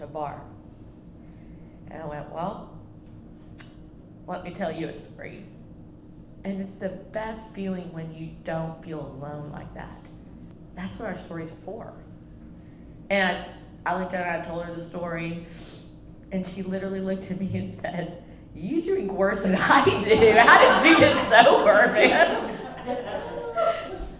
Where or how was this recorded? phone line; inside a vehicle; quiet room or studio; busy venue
busy venue